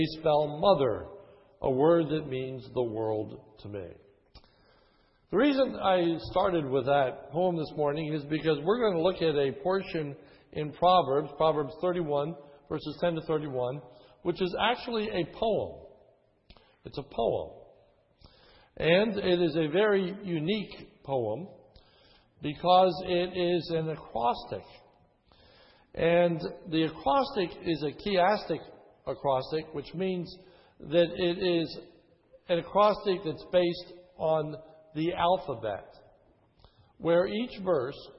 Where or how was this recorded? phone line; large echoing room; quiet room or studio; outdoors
large echoing room